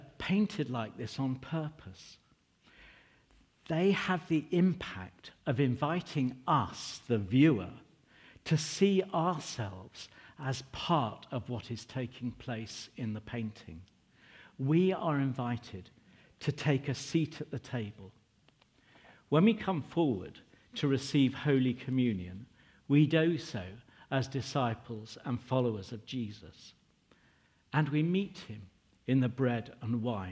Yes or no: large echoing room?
yes